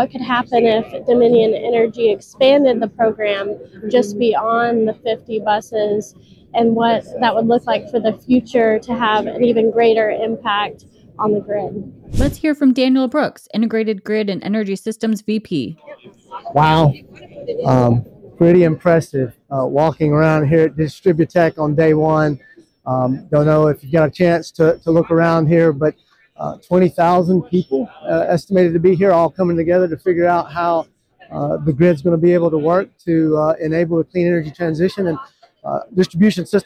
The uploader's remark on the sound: As well as some footage straight from the DISTRIBUTECH show floor.